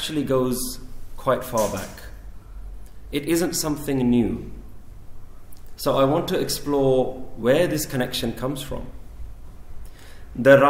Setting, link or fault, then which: setting, large echoing room